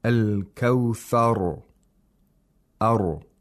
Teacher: The ra in al-kawthar has to be pronounced with thickness, with tafkhim, because it becomes sakin when we do waqf on it, and if it's preceded by a letter with a fatha, like in this verse, you have to recite it with tafkhim.